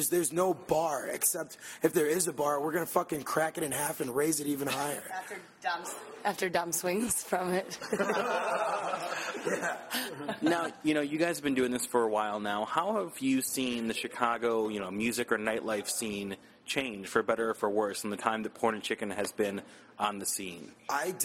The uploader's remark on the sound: In an interview recorded at Evilolive the day after Spring Awakening.